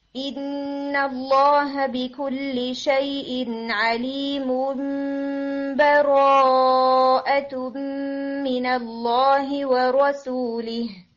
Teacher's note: آپ نے اس کو اقلاب کر کے پڑھا کہ آپ نے تنوین کو میم کے اندر چینج کر دیا